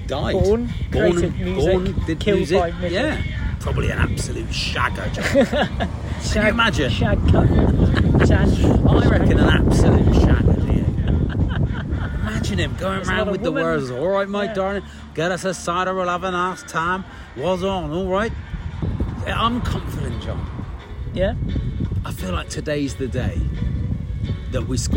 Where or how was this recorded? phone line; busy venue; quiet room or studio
busy venue